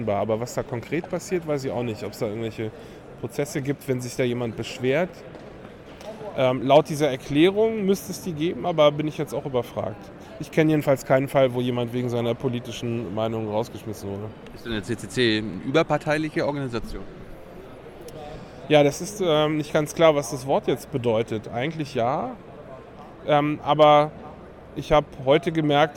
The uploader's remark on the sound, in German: Chaos Communication Congress (35c3) in Leipzig aufgenommen.